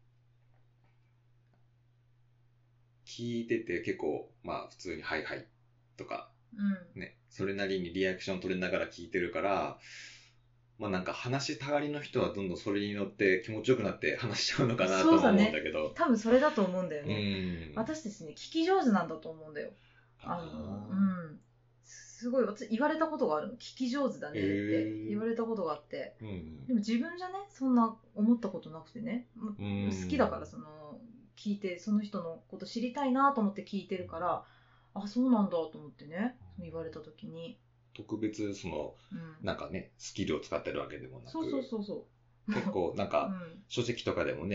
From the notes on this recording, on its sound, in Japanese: ポットキャストを始めるにあたり始めて収録しました。初収録にあたりお聴きづらいと思います。